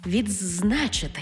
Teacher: У слові «відзначити» «д» переходить у «дз»